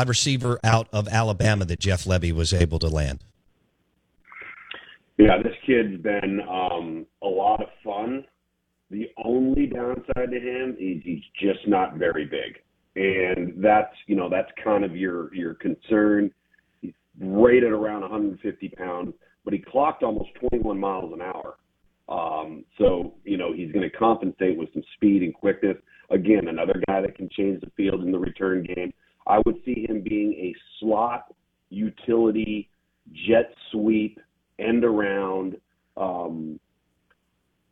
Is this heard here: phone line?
yes